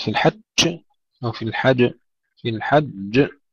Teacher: ننتبه إلى تشديد الجيم ثم قلقلتها، وأيضا لا يدخلها شيء من الشين، أنا أقول في الحج أو في الحج، في الحج تشديد ثم قلقلة، وننتبه لا يدخلها شيء من الشين.